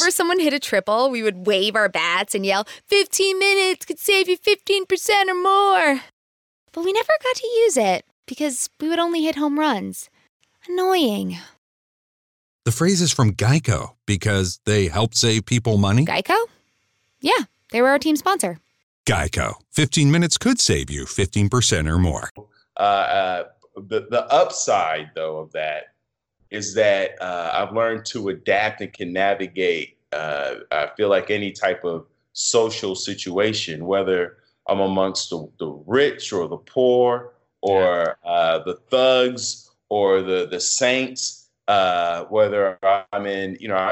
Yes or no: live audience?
no